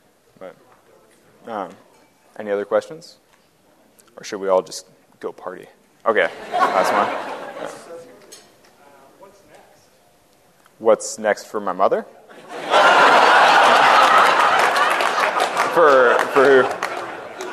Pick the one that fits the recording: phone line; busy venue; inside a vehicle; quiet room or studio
busy venue